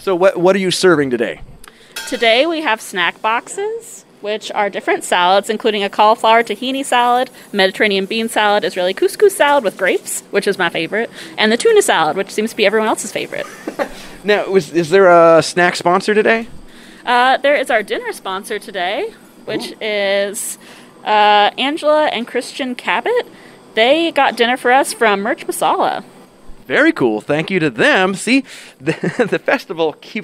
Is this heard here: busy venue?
yes